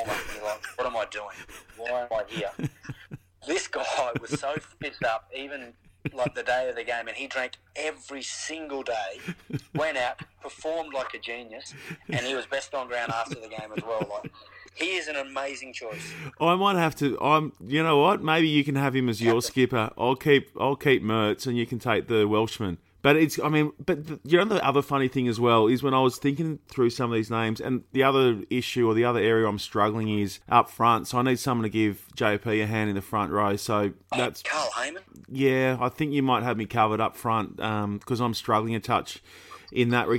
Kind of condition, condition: link, phone line